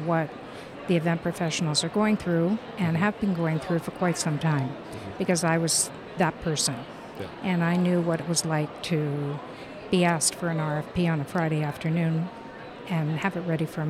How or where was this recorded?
busy venue